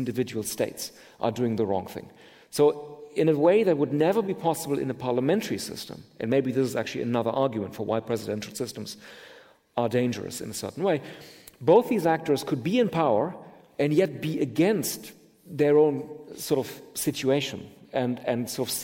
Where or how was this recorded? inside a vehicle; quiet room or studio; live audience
live audience